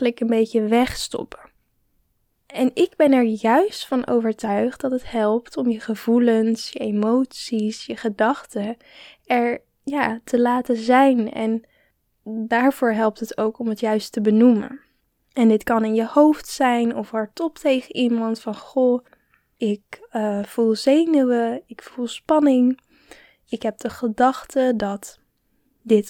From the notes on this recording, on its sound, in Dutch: Ik hoop dat de audiokwaliteit goed is, het waaide nogal hard! Ook ben ik verkouden geweest, dus mijn stem is nog niet 100% de oude.